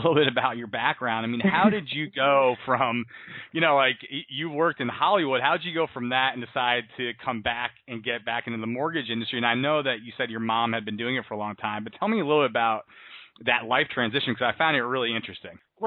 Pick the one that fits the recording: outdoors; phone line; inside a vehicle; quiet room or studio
phone line